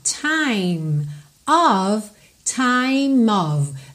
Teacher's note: Você liga o M no of, que é a preposição of, O-F, sempre vai ter pronúncia de O-V